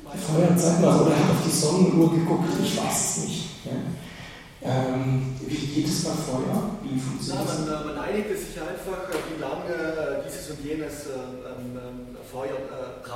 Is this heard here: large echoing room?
yes